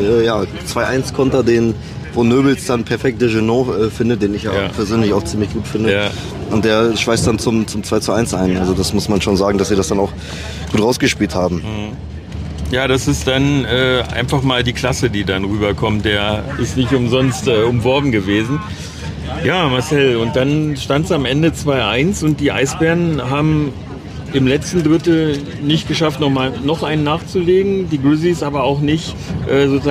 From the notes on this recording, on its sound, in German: Das Podcast-Duo war dieses Mal aber nicht, wie sonst per Internet miteinander verbunden, sondern nutzte unter dem Motto „Thank you for travelling with Deutsche Bahn“ die Rückreise im ICE vom Auswärtsspiel der Grizzlys beim Rivalen in Berlin. Dass die Stimmung im Abteil trotz der Niederlage und der schlimmen Verletzung von Fabio Pfohl beim Klassenprimus unter den mitreisenden Wolfsburger Fans gut war, kann man im Hintergrund der Aufnahme gut hören. Wie von uns gewohnt hört ihr auch noch einige O-Töne.